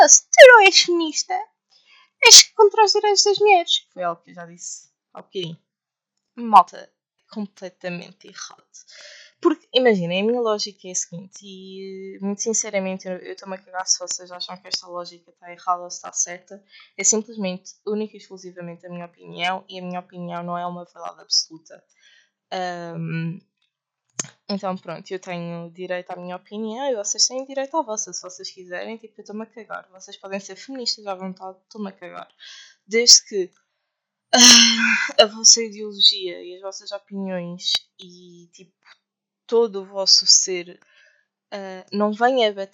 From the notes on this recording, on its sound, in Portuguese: O áudio não está o melhor. Por agora não é melhor até a vossa gaja arranjar um equipamento melhor.